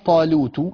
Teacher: طبعا ليست من اللامات المغلظة، والسبب في ذلك أنها مضمومة